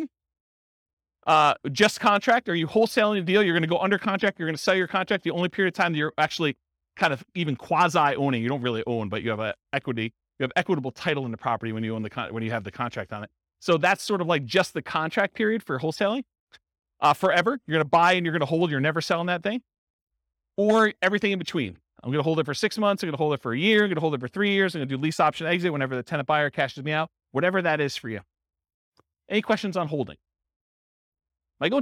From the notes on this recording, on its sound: This was a live class recorded